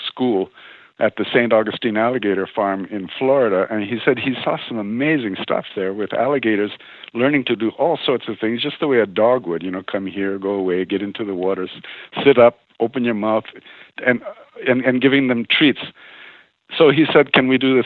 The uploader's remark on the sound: Please welcome to The Not Old Better Show, via internet phone